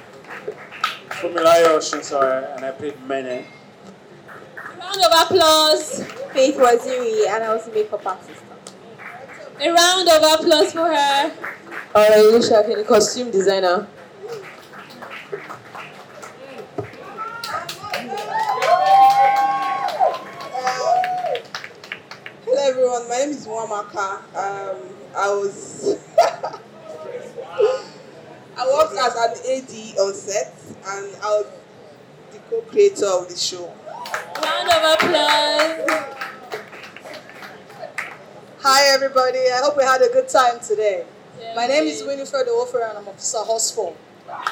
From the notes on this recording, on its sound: Panel Discussion from the Finding Idara World Premiere.